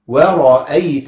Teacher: الواو مرققة، وبعدين الراء مفخمة، وبعدين الهمزة مرققة